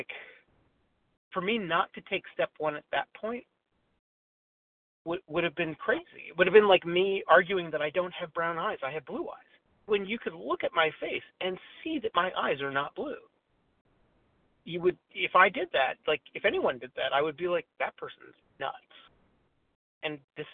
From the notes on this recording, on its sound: 100 Pounders Phone Meeting, 1/28/23